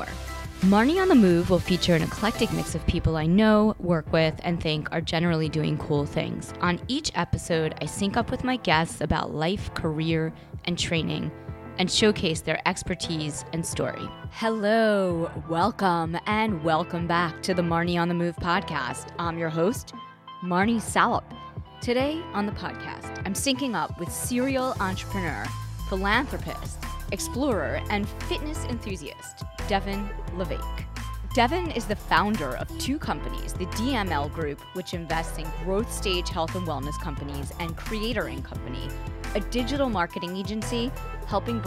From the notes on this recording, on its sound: Sweet Honey Farm, in the horse coral.